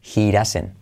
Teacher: Puedes decir doesn't o también puedes hacer la D como una R suave